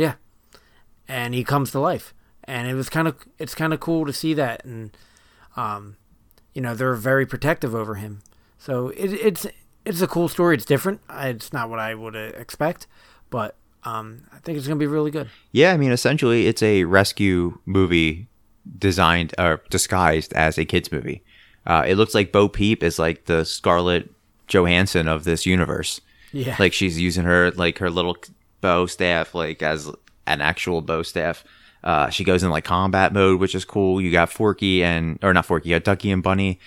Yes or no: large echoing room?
no